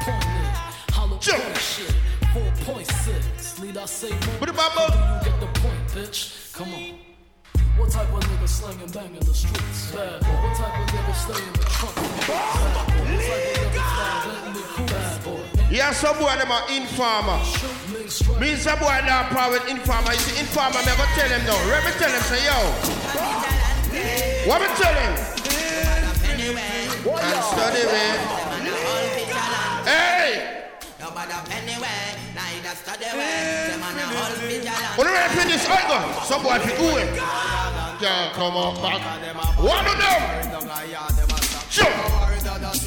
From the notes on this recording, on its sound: LIVE AUDIO CRACKER BARBER PARTY